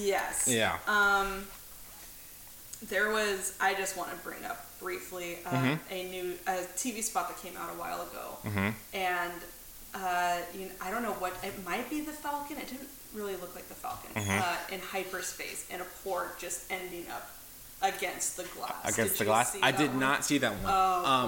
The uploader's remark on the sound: Battling microphone technical difficulties.